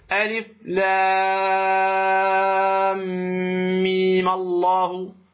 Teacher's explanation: ما يمد مدا لازما بمقدار 2 حركات أو 6 حركات وهو الميم في فاتحة آل عمران عند وسطها بما بعدها، إذا وصلتها لك أن تمد هذه الميم بمقدار 2 حركات فتقول ألف لام ميم الله، ولك أن تقول ألف لام ميم الله، تصلها أيضا فيما بعدها ميم الله وتصلها بما بعدها.